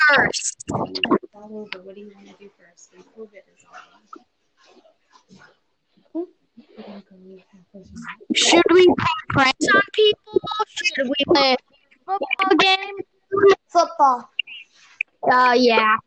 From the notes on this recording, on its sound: Apologies for the sound quality of the recording